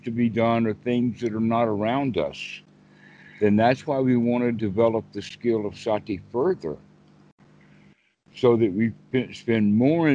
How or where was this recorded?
video call